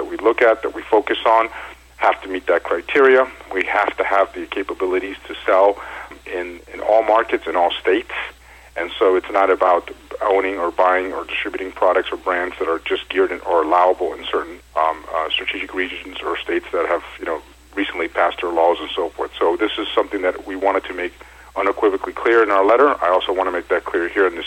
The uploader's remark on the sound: called in to SmallCapVoice.